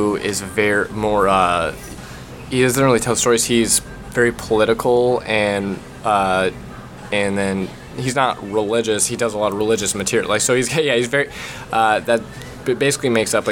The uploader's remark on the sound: Big thanks to Denny's for letting us hang out and record and serving up some delicious pancakes!